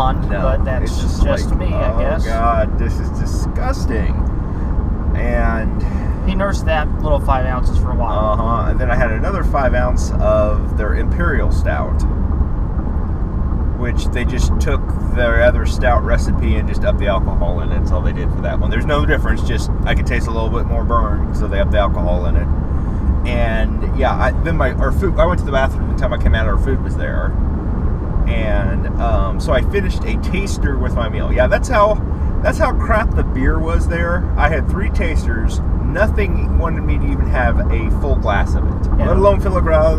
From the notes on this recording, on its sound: Geekaholics Road Trip Edition #2: Lincoln Brewery Reviews. We run the mic while driving and review our experiences and beers at some Lincoln, NE breweries. Nebraska shit roads are shit so there wasn't much I could do to fix the audio recorded there.